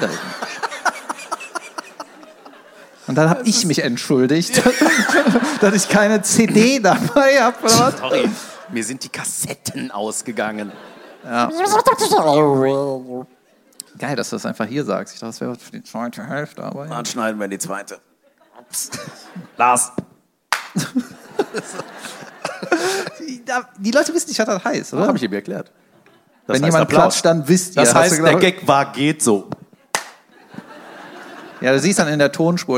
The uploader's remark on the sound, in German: Live in Köln